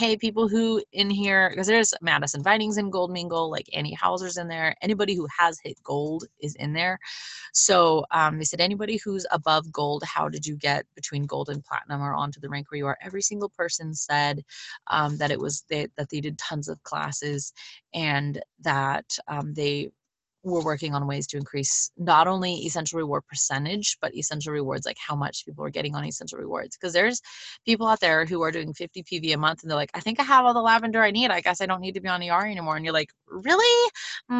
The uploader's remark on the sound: Sitting in the Car - PHONE Biz Zoom!